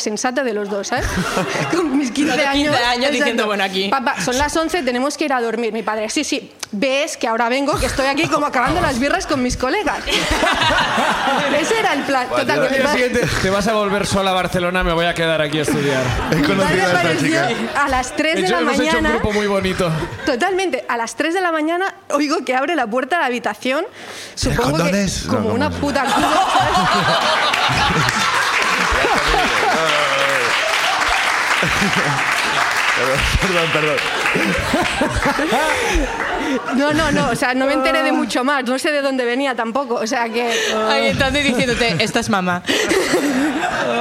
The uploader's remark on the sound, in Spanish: El público también cuenta su ruina